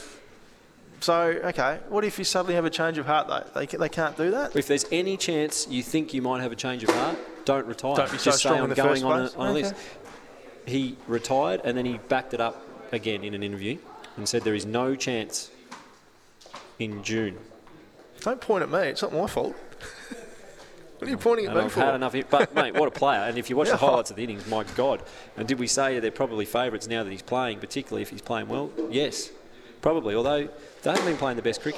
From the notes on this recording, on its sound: live from Hobart Kia